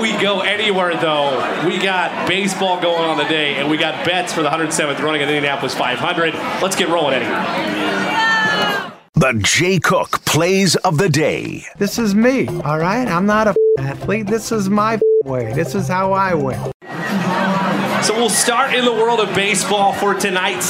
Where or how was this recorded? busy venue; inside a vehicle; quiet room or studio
busy venue